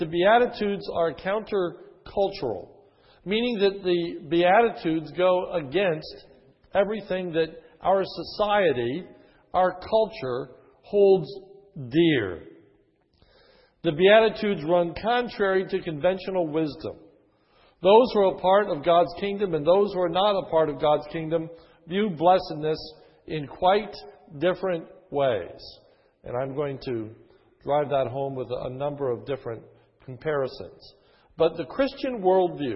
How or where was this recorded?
large echoing room